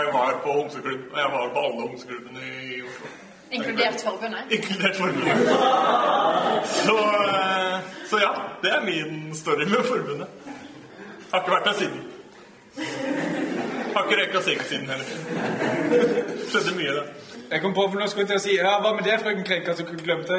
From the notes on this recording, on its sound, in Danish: LIVE fra Oslo-forbundet. Publikum og god stemning.